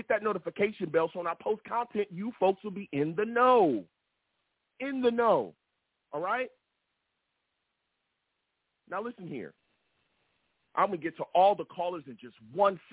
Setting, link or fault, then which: link, phone line